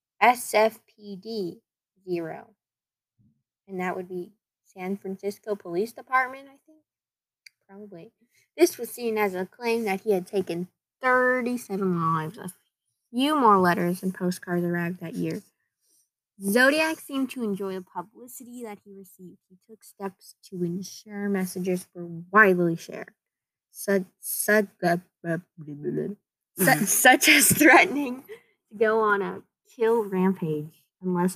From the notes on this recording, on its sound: This is our first episode audio quality is bad this week.